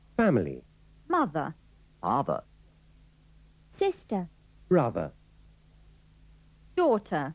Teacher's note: Como recordará, la R final no se pronuncia.